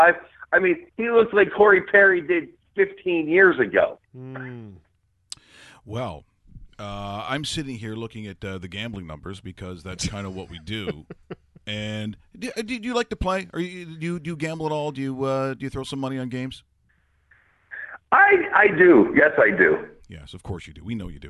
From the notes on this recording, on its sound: We stream live weekdays between 10am and 12pm EST! On today's show, we are joined on the phone.